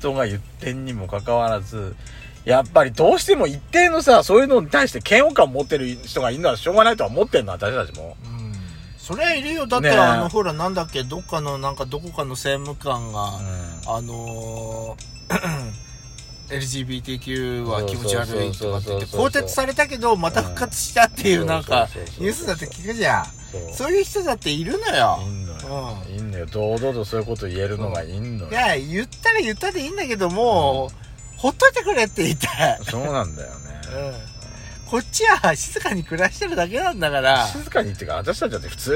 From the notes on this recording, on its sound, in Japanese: パーキング収録